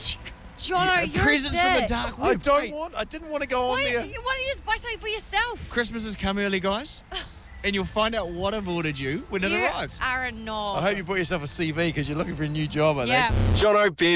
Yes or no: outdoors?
yes